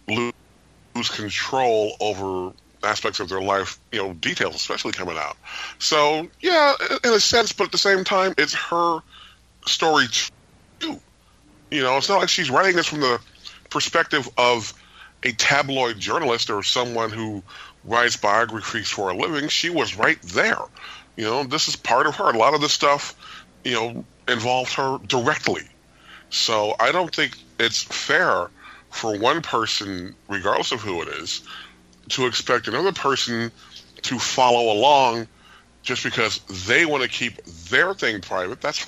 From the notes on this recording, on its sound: Listener Phone Calls. We open up the phone lines and get you the listeners to weigh.